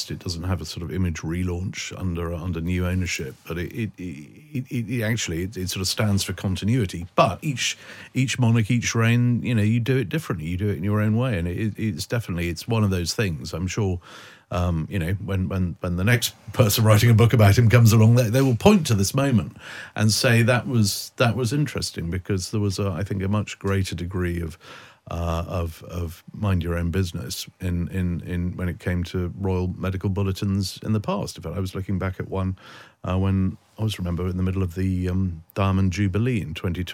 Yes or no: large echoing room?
no